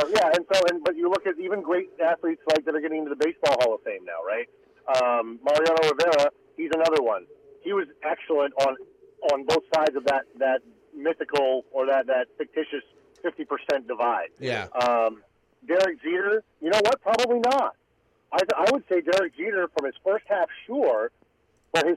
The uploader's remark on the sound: In-studio. Calls in as well!